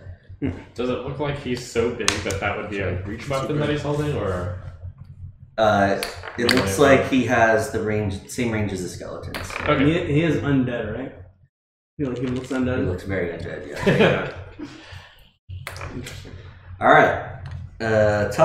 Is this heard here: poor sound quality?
yes